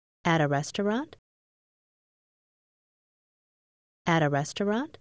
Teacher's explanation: Câu này được chuyển thành câu hỏi bằng cách lên giọng.